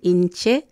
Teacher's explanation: carguen la voz en la letra E